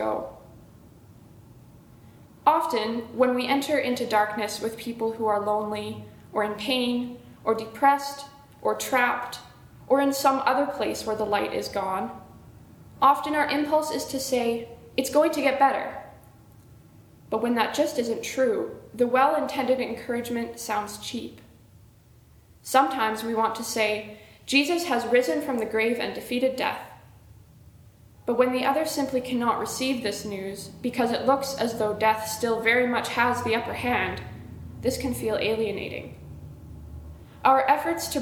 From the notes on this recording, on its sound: originally preached at the Canadian Mennonite University on March 28, 2017